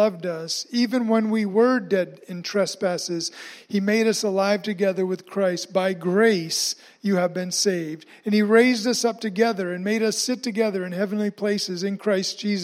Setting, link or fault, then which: setting, large echoing room